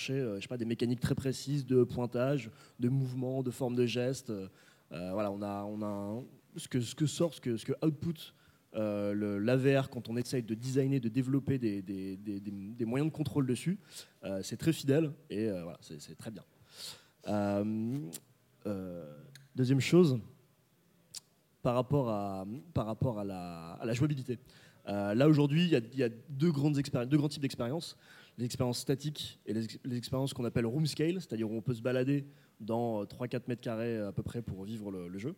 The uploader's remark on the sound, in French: Table ronde Les nouvelles expériences du jeu vidéo, enregistrée lors de la première édition du festival Geek & Game à Paris.